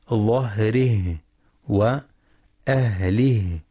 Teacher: وينتبه لترقيق الهاء وهمسها في كلمتي ظهره وأهله